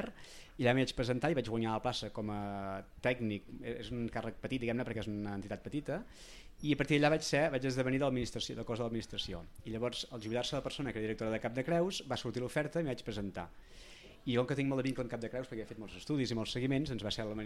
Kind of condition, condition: setting, busy venue